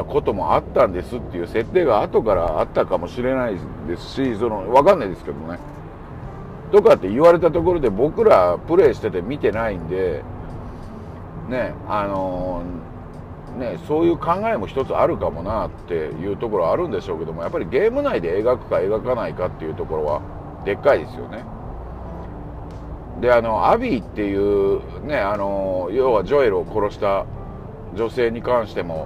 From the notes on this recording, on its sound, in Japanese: 帰路の車中にて。またも、移動中の車内から収録している前半10分程度。音質が悪いですがご了承下さい。